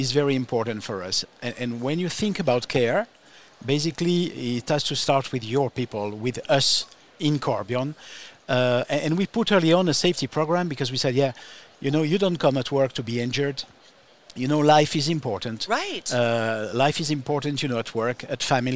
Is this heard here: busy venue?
yes